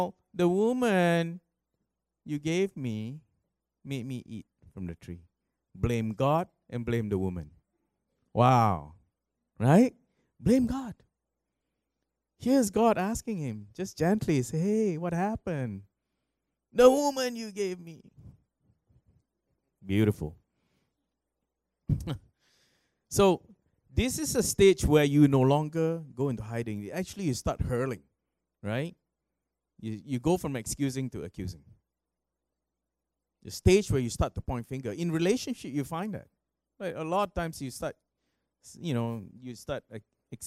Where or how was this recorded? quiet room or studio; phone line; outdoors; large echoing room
large echoing room